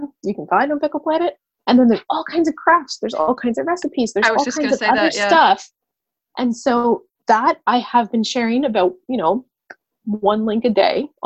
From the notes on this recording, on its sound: Making the time to video chat to record this podcast episode. Recorded the weekly Pickle Planet Podcast using remote technology.